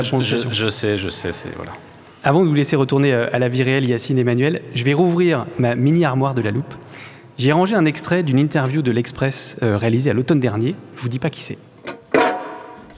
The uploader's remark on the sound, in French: Enregistré en public à Station F.